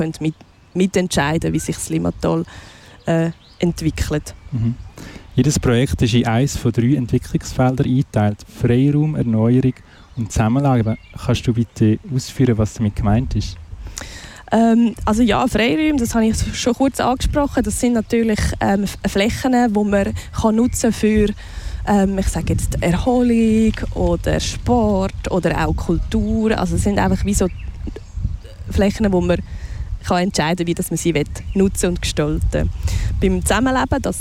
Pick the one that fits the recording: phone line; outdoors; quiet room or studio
outdoors